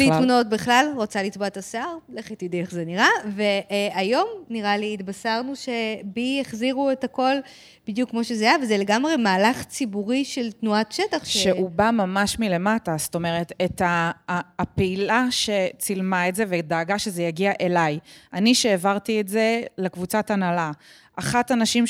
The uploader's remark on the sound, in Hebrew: בפרק מיוחד בפודקאסט שלראשונה הוקלט בשידור חי במסגרת אירועי שבועות של ארגון ׳אלומה׳ ועיריית הוד השרון.